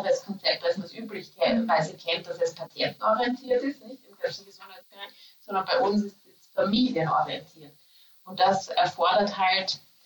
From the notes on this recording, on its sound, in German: SORRY für die schlechte Audioqualität! Auch wenn unser Mikrofon diesmal etwas gestreikt hat.